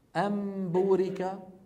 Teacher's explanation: نون ساكنة قلبت إلى ميم ثم أخفيت الميم عند الباء · Term: إخفاء الميم المقلوبة